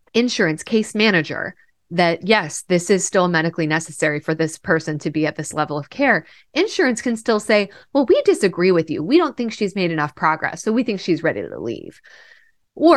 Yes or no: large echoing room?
no